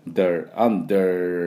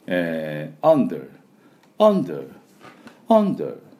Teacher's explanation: イギリスではそこまで引きませんので、Under、Under、Under みたいな感じで、Der と最後巻いていきません。 · Shown in: second take